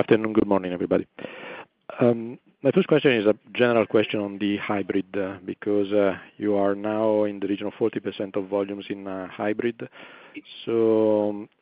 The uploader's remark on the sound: 2023 Q2 Results Conference Call. Ferrari N.V. 2023 Q2 Results Conference Call.